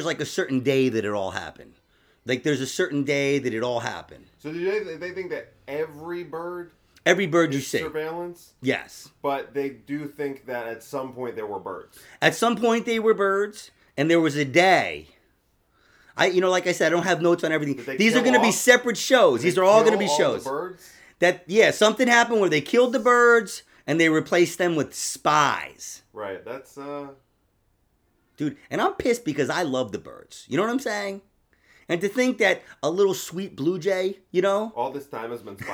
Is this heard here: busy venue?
no